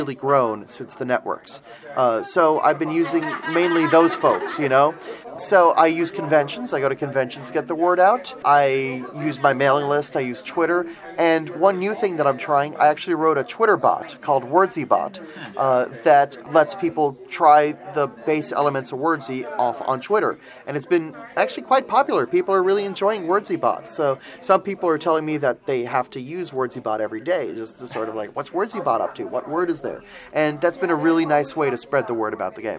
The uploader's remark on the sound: Recorded live at BBG.con 2016 in Dallas, TX.